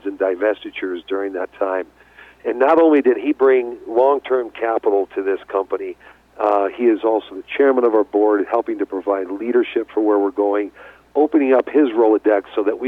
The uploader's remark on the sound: called in to SmallCapVoice.